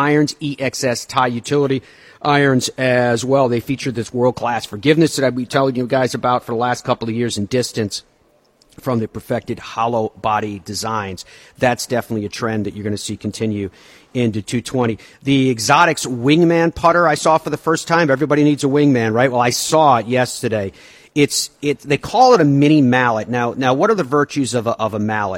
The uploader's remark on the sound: We broadcast live from the Streamsong Resort as they host the PGA Tour Superstore Summit and are joined by equipment experts throughout.